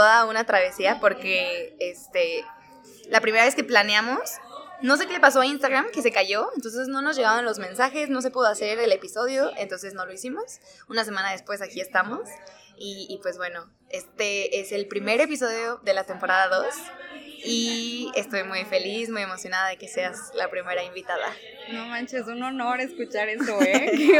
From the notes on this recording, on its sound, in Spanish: Grabamos en una casa del té, por eso se escucha ruido.